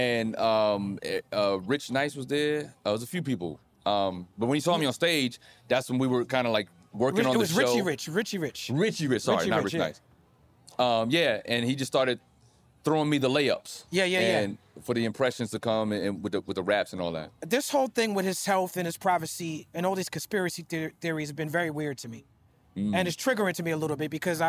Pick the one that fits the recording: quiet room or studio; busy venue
busy venue